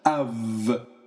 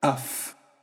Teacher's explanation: Alpha Ypsilon is av or af, depending on what follows. If what follows is a voiced sound, then the Ypsilon becomes a V sound, av. And if a voiceless sound follows, the Ypsilon becomes a F sound, af.